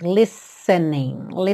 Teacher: lembra que esse T não é pronunciado, você tem como se fosse um som de dois S's